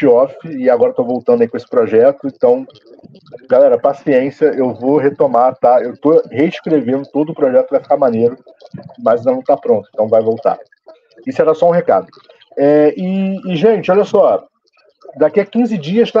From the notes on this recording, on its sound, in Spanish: mesa redonda virtual